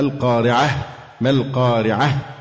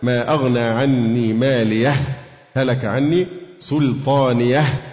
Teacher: لما تقف على الهاء لازم تعمل النفس عشان فيه همس، وإلا الحرف يخفى ولا يظهر. القارعة، مش القارعة، القارعة، وإلا بتحذف حرف من القرآن. · Term: الهمس